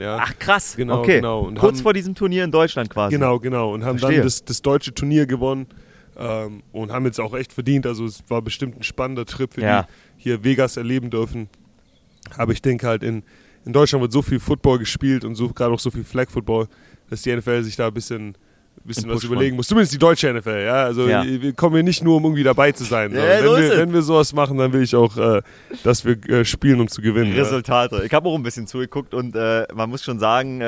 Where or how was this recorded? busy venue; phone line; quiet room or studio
busy venue